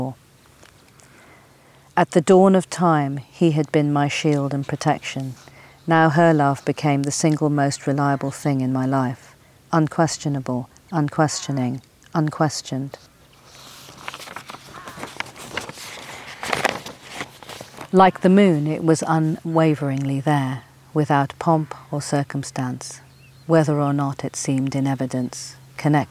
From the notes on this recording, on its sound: In company with the skylarks. A Summer’s walk along the meanders of Cuckmere Valley to the sea, at the heart of Seven Sisters Country Park.